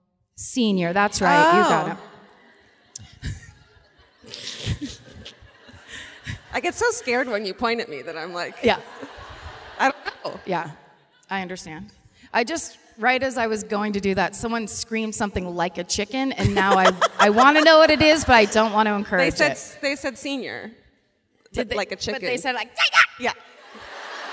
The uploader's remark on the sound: Live at the Civic Center Music Hall in Oklahoma City